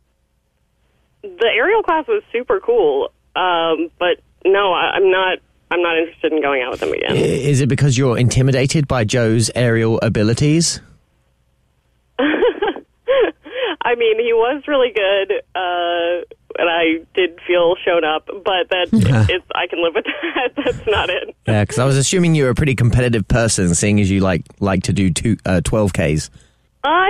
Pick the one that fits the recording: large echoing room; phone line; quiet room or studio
phone line